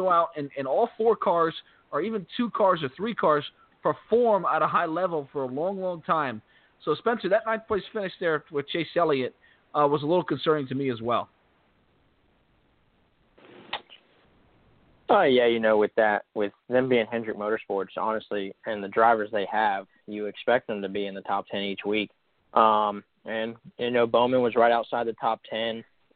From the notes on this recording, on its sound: We'll also take your phone calls.